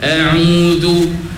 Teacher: dua-dua tu makhraj halqi, hamzah pun halqi, ain pun halqi, jangan bertangga, jangan dia beza sangat antara sebutan ain dengan hamzah tu, maka dia sebut secara lembut saja, secara licin saja, a'udhu.